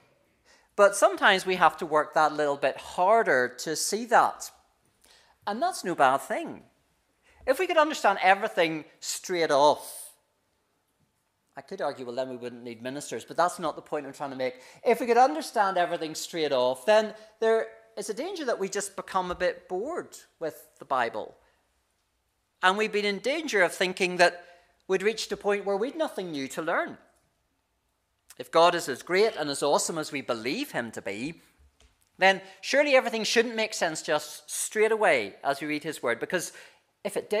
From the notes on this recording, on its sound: This is the recording of the Bible reading and sermon from our morning service on Sunday 14th May 2023